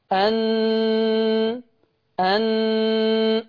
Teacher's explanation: شايفين طرف اللسان محطوط في اللثة، والأسهم العلوية رمز للغنة، الغنة عمالة تخرج، عمالة تتولد. يبقى أنا حاطط طرف لساني في اللثة عشان أحط مخرج النون، والخيشوم عمال يدي في غنة، أن أن، والغنة دي قلنا بمقدار حركتين. · Term: النون المشدده